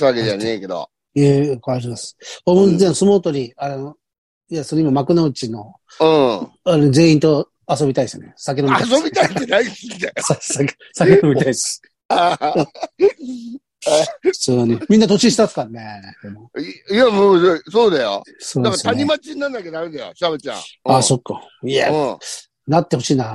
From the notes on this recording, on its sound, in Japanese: ZOOMで収録